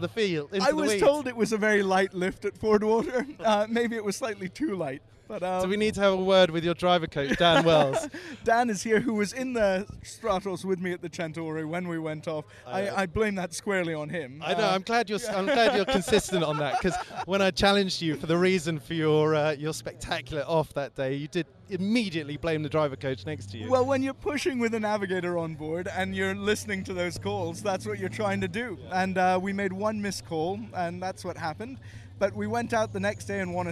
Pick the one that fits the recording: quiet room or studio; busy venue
busy venue